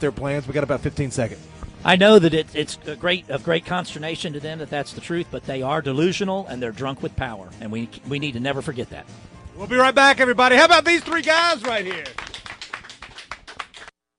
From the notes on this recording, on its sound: TPC’s annual celebration of the South officially kicks off with a live remote broadcast from South Carolina, where authors of The Honorable Cause: A Free South and other special guests are on hand for interviews and to sign copies of the book!